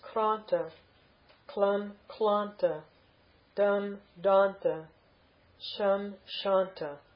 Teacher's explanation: Krum plus ta, you're going to have a sandhi rule, where the M changes to N because of the ta. If you have an M followed by a ta, it'll change to na.